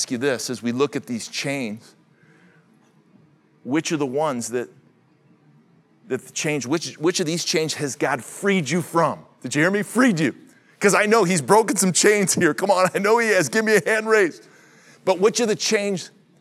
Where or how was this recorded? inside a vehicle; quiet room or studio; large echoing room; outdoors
large echoing room